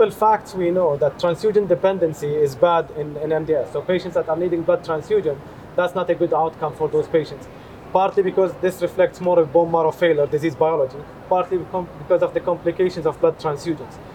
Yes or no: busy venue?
yes